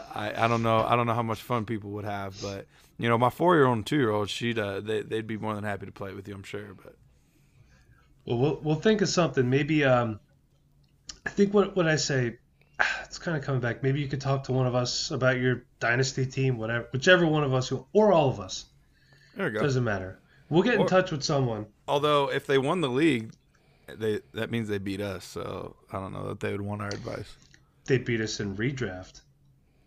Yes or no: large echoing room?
no